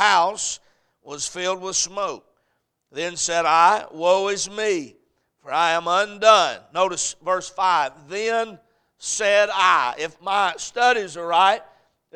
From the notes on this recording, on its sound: A message preached at Crossroads Baptist Church